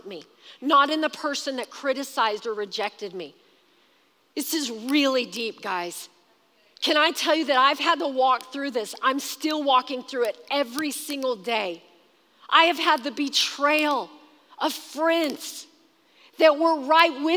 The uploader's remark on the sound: Recorded live during our Wednesday night service.